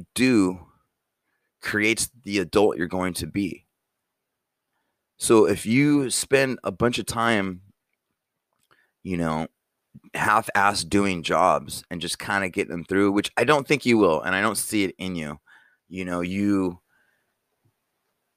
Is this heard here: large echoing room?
no